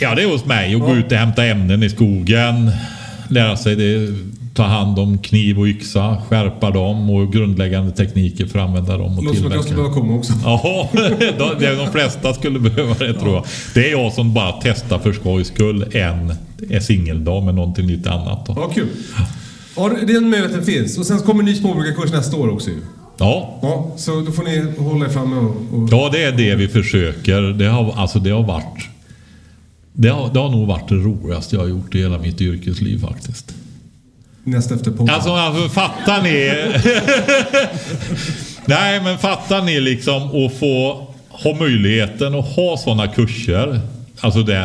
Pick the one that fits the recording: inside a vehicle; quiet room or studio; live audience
live audience